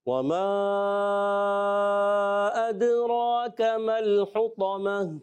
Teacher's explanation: اچھا، اس پہلی آیت میں جو ہے، ایک تو ہم نے مد منفصل اس کو سمجھا کہ حرف مدہ کے بعد حرف مدہ کے حمزہ دوسری کلمے میں آیا، مد منفصل، اور ادراک دال میں کلکلا کریں گے، را کو پر بھی کرنا ہے